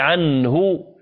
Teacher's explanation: ليست فيها غنة. لماذا؟ لأن وراء النون الساكنة حرف من حروف الحلق الذي هو الهاء، وهذا الحكم يسمى إظهار.